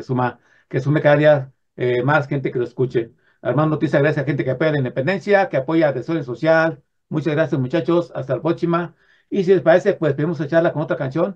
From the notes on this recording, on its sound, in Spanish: Charlamos vía zoom